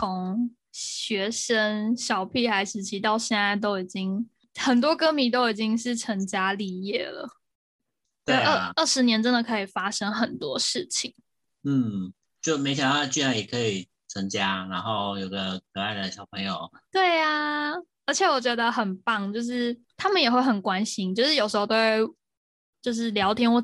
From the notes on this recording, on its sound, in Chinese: 遠端錄音敬請見諒。